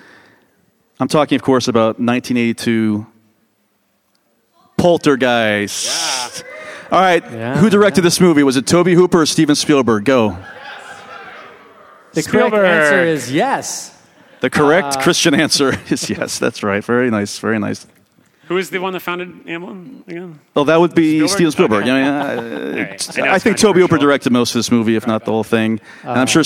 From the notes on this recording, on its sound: Live at the Music Box. This episode was recorded live.